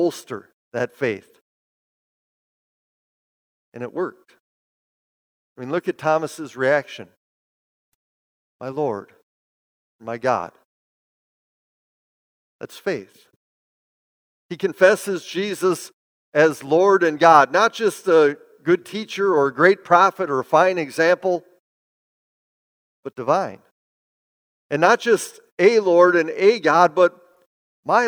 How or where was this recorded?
large echoing room